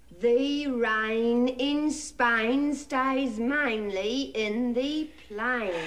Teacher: And he takes aim at this particular vowel shift from E to I, which was such a prominent feature of the Cockney accent